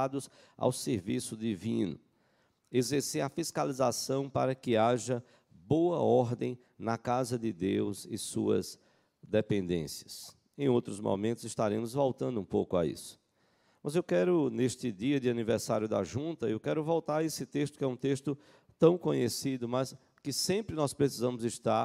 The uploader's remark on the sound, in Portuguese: Culto matinal(9h) presencial e transmitido ao vivo